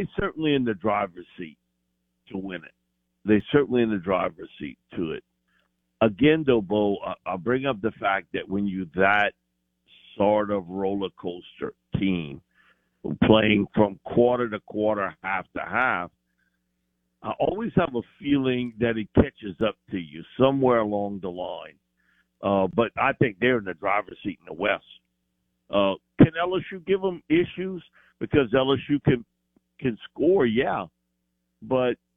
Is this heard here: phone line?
yes